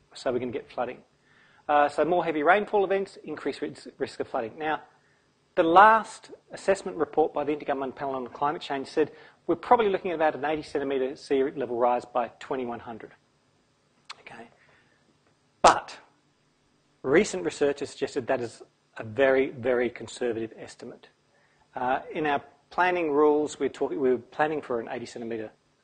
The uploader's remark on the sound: Brisbane Climathon presentation, recorded 29 October 2016 at QUT